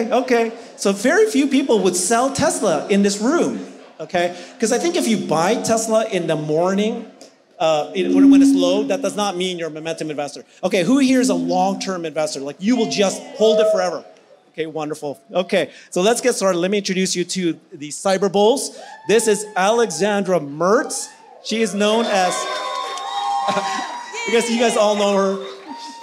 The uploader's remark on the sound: Tesla Investor Day Panel at Clive Bar.